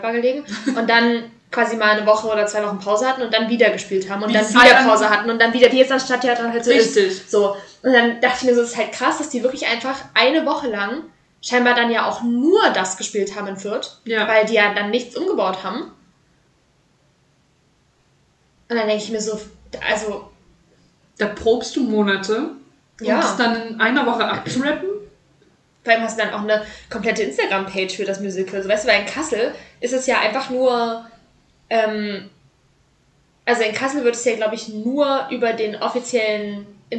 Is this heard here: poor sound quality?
yes